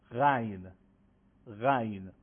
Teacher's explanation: یه مقداری ساییدگی و کشیده تلفظ میکنیم · Term: حرف غین